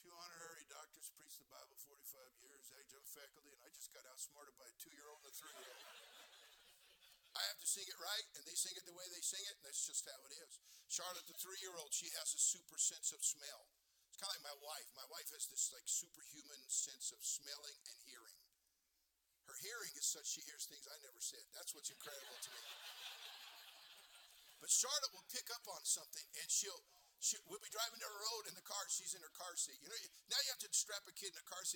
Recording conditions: large echoing room